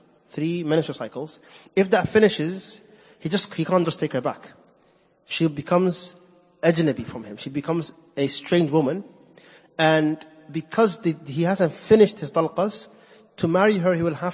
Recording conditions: large echoing room